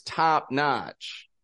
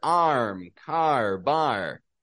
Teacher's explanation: this ah sound, like in, you know, the words top notch, stretches out, similar to the ah sound in the word arm, car, bar